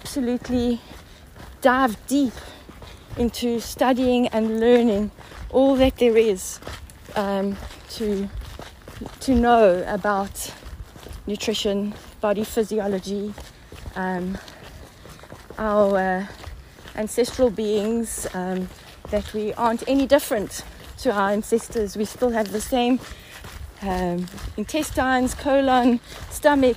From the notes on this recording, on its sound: It was recorded whilst my mom and I were walking on one of our favourite trails - so you will hear some dogs barking, footsteps, background chatter and waterfalls…but I kind of like the organic unfolding of being out-and-about in nature with my mom.